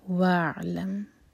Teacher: ملا کر پڑھیں گے تو حمزۃ الوصل پرناؤنس نہیں ہوگا، تو یہ بنے گا واعلم.